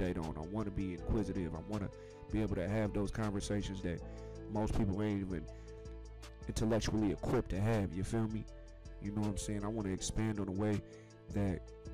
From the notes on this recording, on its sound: HEADPHONE WARNING